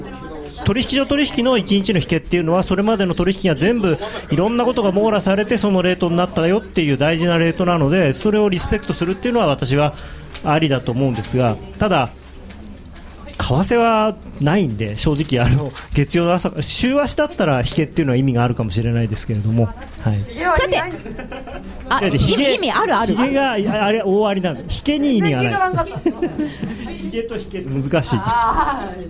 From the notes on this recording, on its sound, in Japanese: 祝日の午後、ラジオＮＩＫＫＥＩスタジオにリスナーをお招きしての公開録音。